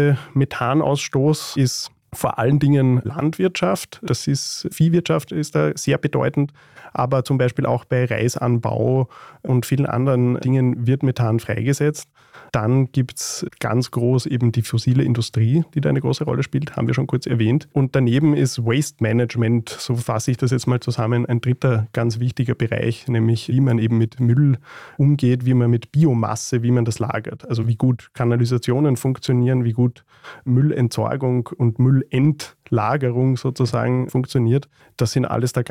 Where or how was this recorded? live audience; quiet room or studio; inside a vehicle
quiet room or studio